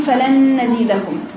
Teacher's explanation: جبتي الصويت لكن ما جبتيش الصوت الواضح الجلي الغنة